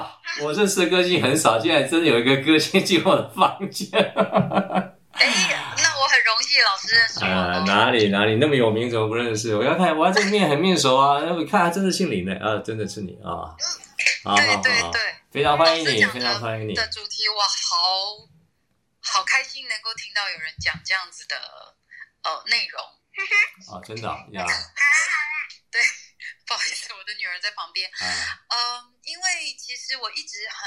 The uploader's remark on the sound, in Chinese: 於clubhouse上演說並現場錄音。現場錄音，原先只存檔用並無公開，音質上請多多包涵。